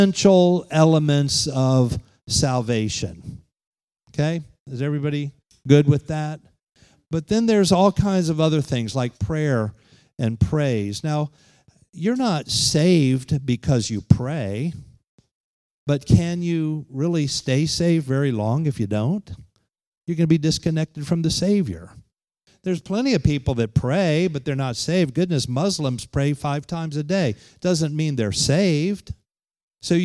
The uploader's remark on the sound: Holiness conference at The Pentecostals of Dothan.